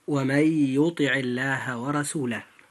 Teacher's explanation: فإذا جاءت اللام في لفظ الجلالة بعد حرف مكسور فيجب أن ترقق هذه اللام عند النطق، فننطقها هكذا: ومن يطع الله ورسوله.